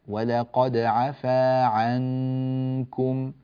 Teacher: يلتصق مخرج النون بمخرج الكاف. لا تباعد فتقول عنكم، لا تفعل ذلك.